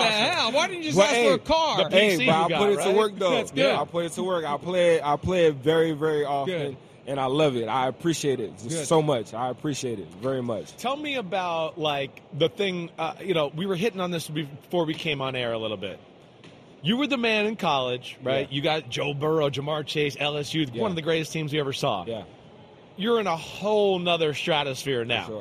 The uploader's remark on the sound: live from Mandalay Bay